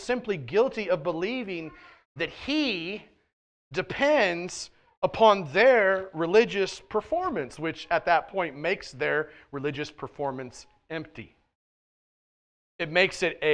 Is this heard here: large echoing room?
yes